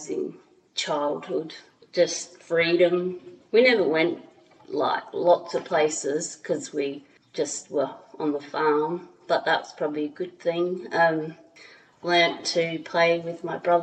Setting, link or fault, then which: fault, echo